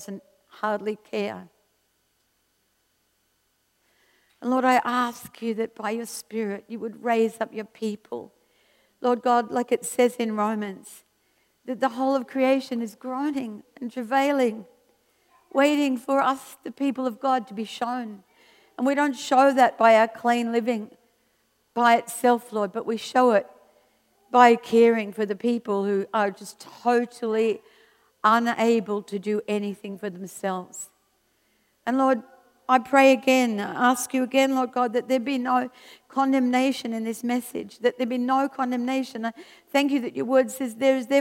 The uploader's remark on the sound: This was recorded at Skylark Church on 14th July 2019.